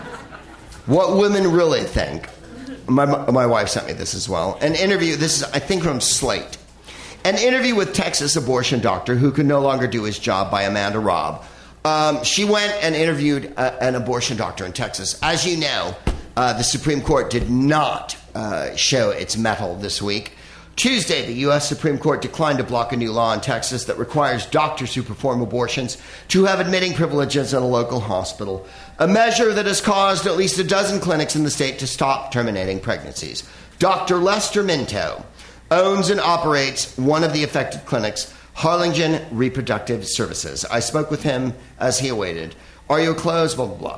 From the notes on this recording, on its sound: Live from The Bell House in Brooklyn, NY